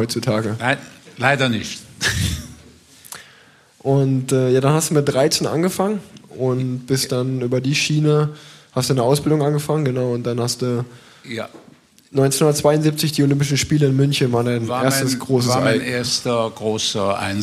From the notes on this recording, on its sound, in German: Live Podcast aus Köln